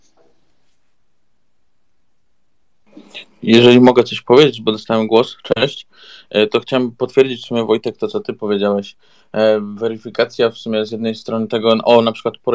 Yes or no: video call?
yes